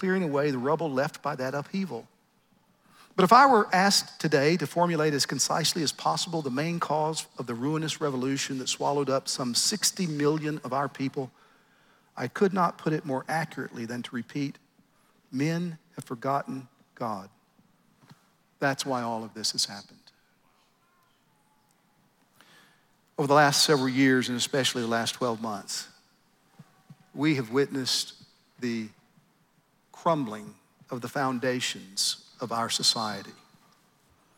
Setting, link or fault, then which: setting, live audience